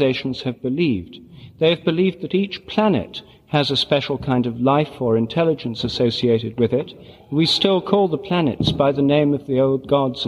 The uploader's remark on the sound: Recorded in Munich in 1992 at the Benedictine Abbey of St Boniface on September 29, the feast of St Michael and All Angels. Recorded in Munich at the Benedictine Abbey of St Boniface, on September 29th, 1992.